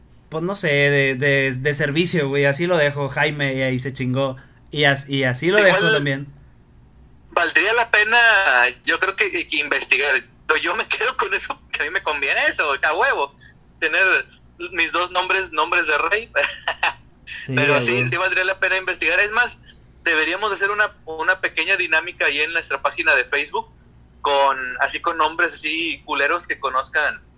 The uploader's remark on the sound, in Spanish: Disculpen la calidad del audio, somos pobres y de familia numerosa.